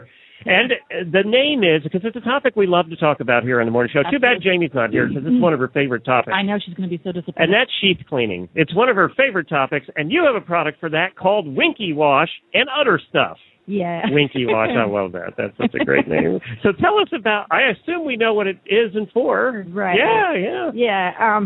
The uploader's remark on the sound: Live from AETA. HORSES IN THE MORNING was live from the AETA Trade Show in Philadelphia.